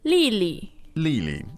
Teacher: when you have two identical tones together, the second always becomes neutral